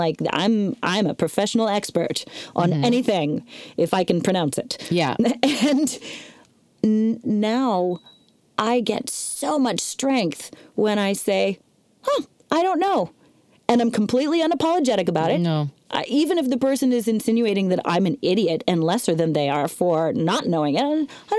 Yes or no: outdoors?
no